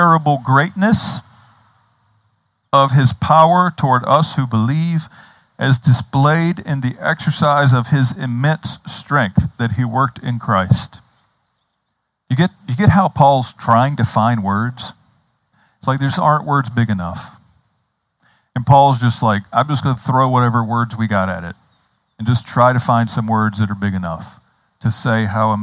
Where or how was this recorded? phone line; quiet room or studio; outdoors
outdoors